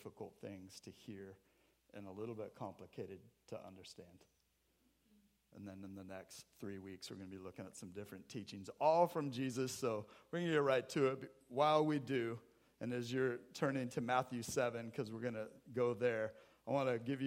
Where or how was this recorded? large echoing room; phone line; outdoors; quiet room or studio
large echoing room